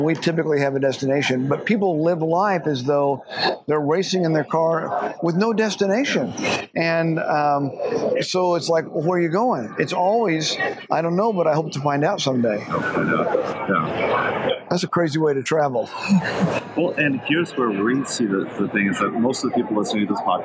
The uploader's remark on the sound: We recorded this podcast this past September while attending American Association of Christian Counselors (AACC.net) conference in Nashville. The sound isn’t great.